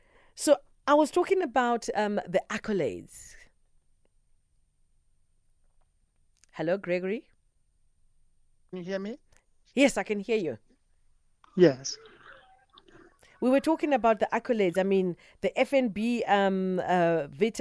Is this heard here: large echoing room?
no